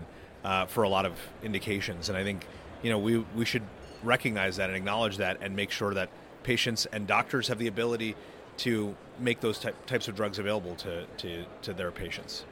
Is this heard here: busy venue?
yes